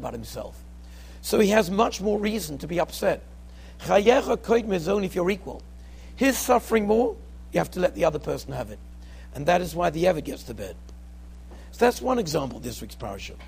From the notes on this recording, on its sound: Shiur recorded in Yeshivas Ohr Reuven, Monsey, NY.